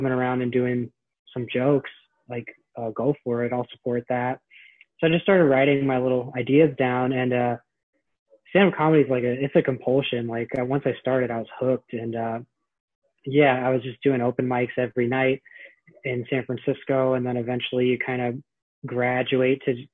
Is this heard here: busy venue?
no